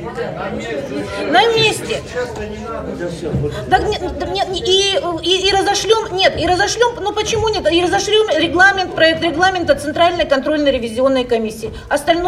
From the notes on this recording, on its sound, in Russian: Аудиозапись работы XXII съезда ВОС. Запись прямого эфира.